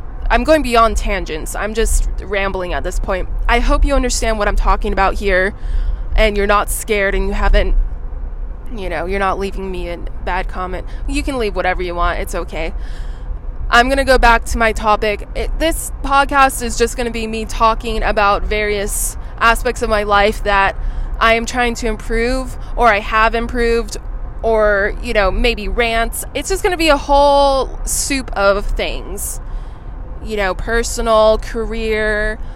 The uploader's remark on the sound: Driving in my car, talking to you